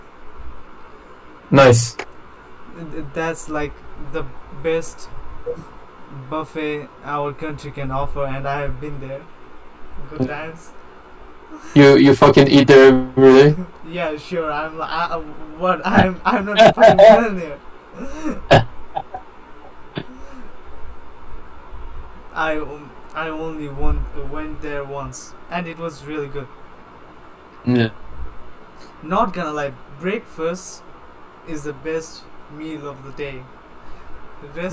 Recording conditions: poor sound quality